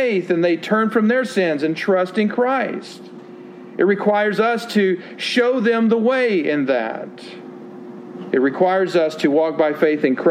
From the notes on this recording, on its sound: Sermon delivered at Westminster Presbyterian Church in Greenville, Texas.